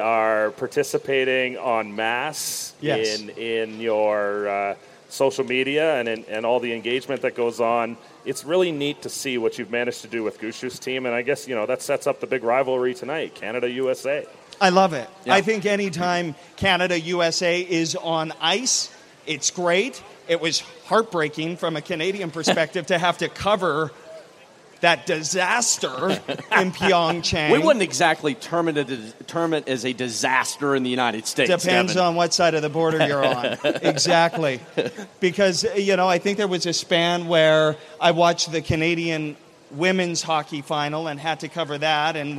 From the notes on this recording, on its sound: Poolside from the Patch. Broadcasting and recording today’s podcast before a live audience at the Pool Patch from the World Men’s Curling Championship in Las Vegas!